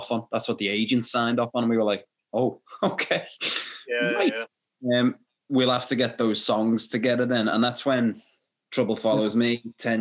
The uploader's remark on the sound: Sorry about the audio on this one, I messed up the recording